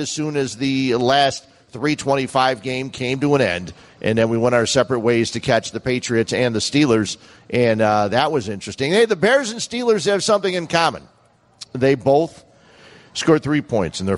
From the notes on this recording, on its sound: ESPN Chicago. Live from Bannerman's Sports Grill.